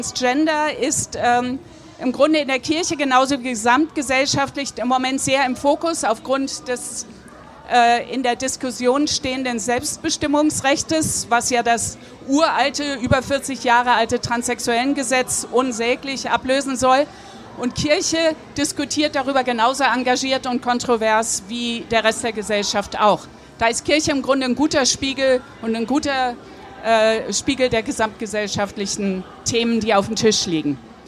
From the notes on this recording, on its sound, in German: spricht live am Nürnberger Kirchentag